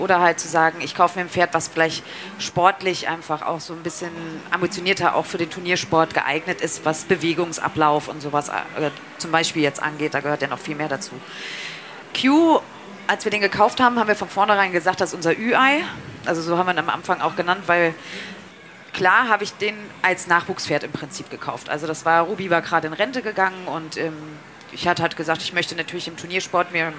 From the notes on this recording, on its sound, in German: Live Aufgezeichnet in Leipzig als erster Podcast überhaupt auf der Partner Pferd